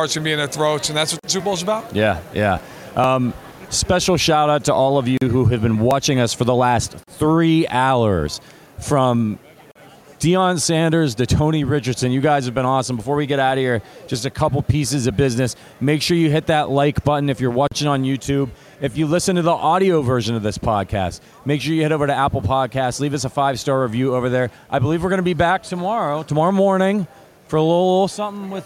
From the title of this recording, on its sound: Live from Super Bowl LVII